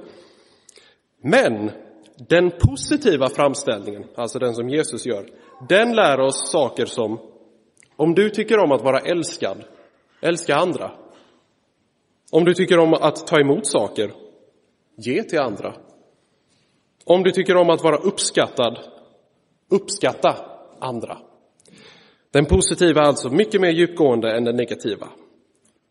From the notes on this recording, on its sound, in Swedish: Inspelad i Roseniuskyrkan den 3 september 2023.